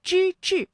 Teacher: 之志，这两个字啊都是翘舌音，它们的声母都是之。大家来跟我做一组练习。赵，赵，正，正，之，之，中，中，朱，朱，庄重，庄重，主张，主张，支柱，支柱，转折，转折，掌上明珠，掌上明珠，招兵买马，招兵买马，振振有词，振振有词，争先恐后，争先恐后，珠圆玉润，珠圆玉润。好，那支它对应的平舌音呢是滋，我们一起来进行分辨练习。自主，支柱，自主，支柱，栽花，摘花，栽花，摘花，自立，智力，自立，智力。好，下面我们继续送游中国。或许是对于朝政的否认，也或许是对于自己大好时光流逝的伤感，孟浩然没有和他的好友张子